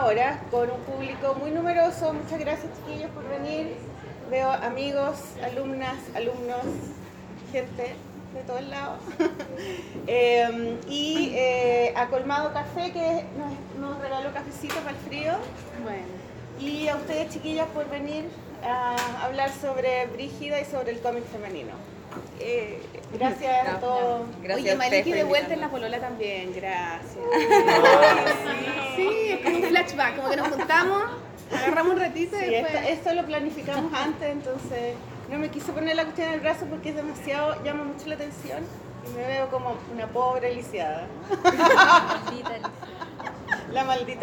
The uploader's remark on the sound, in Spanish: en vivo